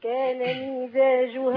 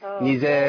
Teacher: انا بكسر الميم اما حضرتك بتكسريها بتولدي منها ياء